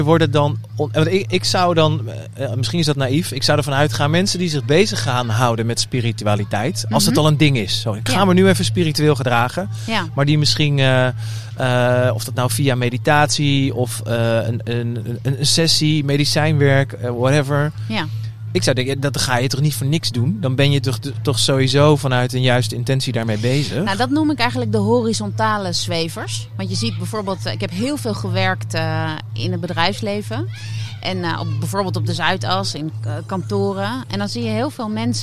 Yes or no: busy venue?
yes